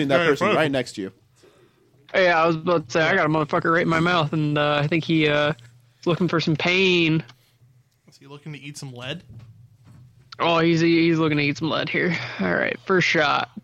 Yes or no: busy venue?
no